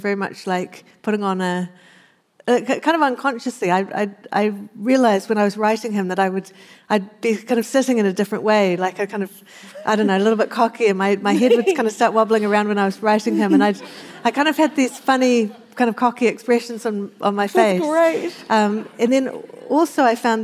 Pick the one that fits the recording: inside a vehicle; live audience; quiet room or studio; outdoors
live audience